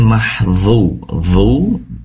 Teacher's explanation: dzu itu jelas berasal dari ujung lidah yang ditempelkan ke ujung gigi seri atas seraya mengangkat pangkal lidah atau lidah yang paling bawah diangkat ke atas, karena dzu merupakan huruf yang tebal.